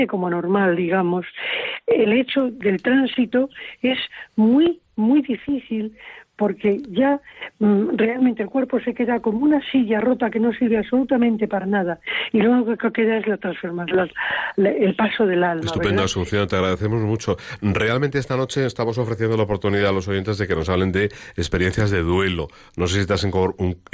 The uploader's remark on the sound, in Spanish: un programa especialmente compartido con nuestros oyentes con llamadas en directo